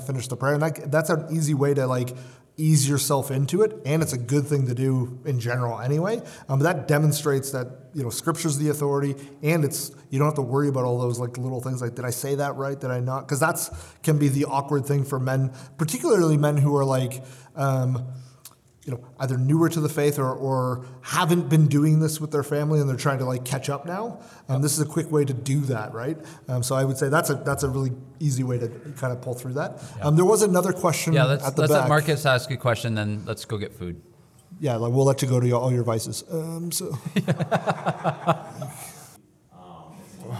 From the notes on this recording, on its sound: Live from the conference. Record a LIVE episode from the Men of Valor Conference where nearly 300 men gathered at Crossroads Church.